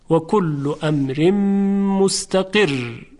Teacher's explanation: حرف را در وقف ساکن میشه، تشدیدم داره، قبلش کسره هست، پس ترقیق میشه